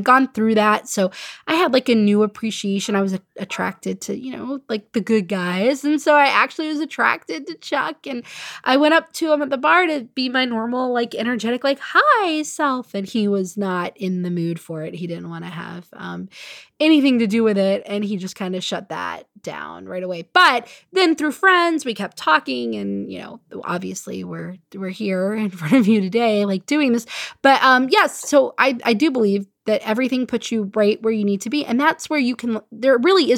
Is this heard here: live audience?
no